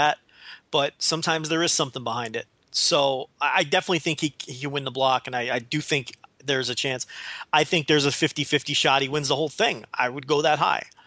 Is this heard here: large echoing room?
no